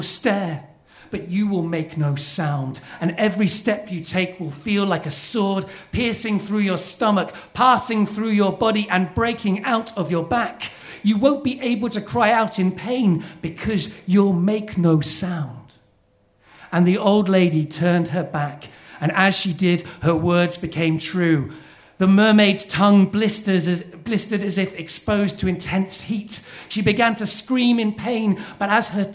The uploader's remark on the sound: This week's episode is the first act of our Tragic Winter live show which took place at the Hackney Attic in February.